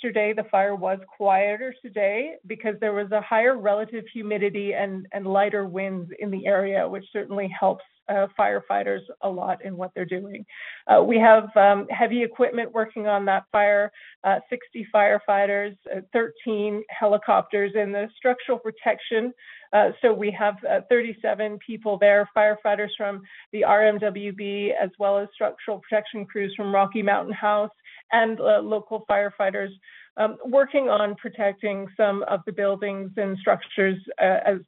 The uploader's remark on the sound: Albertans who are evacuated can attend telephone town halls with government and partner organizations to get updates and answers to their questions.